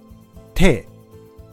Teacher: 手は舌を上顎につけて勢いよく離します。